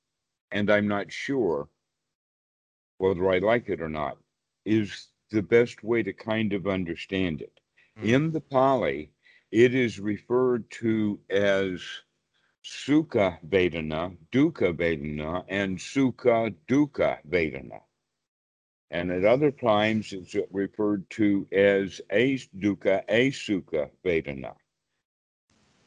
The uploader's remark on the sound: skype calls on this channel